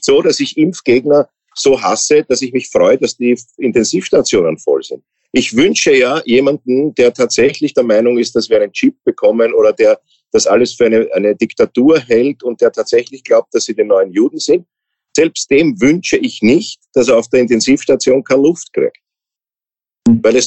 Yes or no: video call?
yes